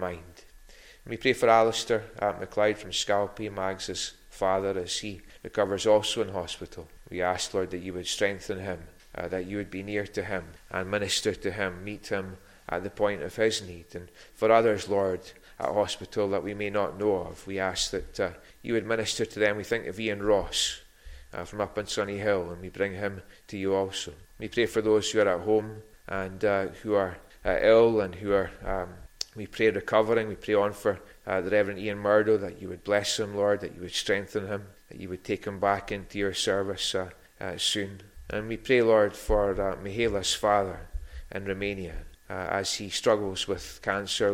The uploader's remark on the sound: recorded at North Harris Free Church on the evening of Sunday 9th October 2022